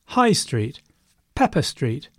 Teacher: So, understandably, it's the differentiating word that is important here to make sure your friend and you get together on the same place. So, the differentiating word is stressed.